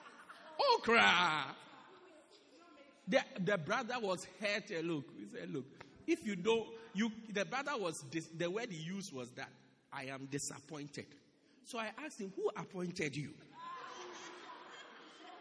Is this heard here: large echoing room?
yes